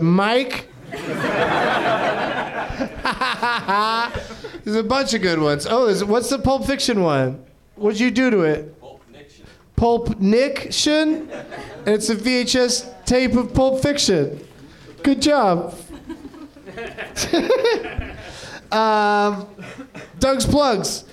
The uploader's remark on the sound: Live from the NerdMelt Showroom in Los Angeles